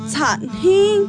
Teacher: Pero si vas para Zacualpan, la entonación se vuelve un poco más aguda y clara en la vocal, elevando el tono al final. Lo vas a escuchar fuerte como tsa-hin.